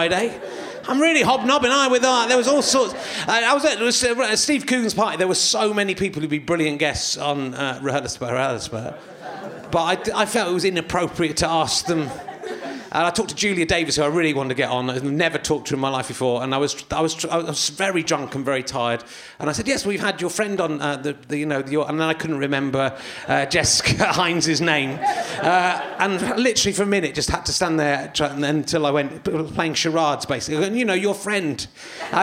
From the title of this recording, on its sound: Leicester Square Theatre Podcast